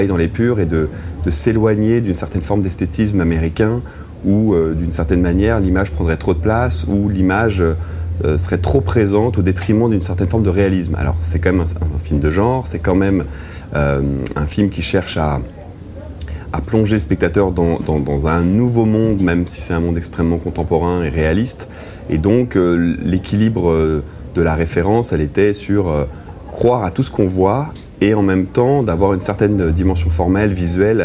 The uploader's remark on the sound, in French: Lors du 76ème Festival de Cannes, nous avons rencontré